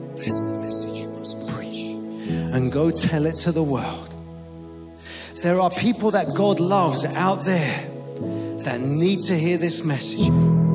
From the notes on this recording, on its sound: Preaching at a Church in Thailand.